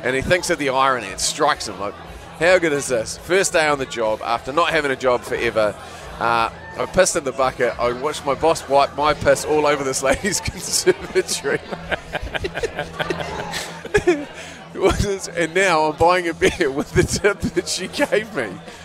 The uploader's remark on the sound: This one's a throwback to when we broadcasted live from a pub.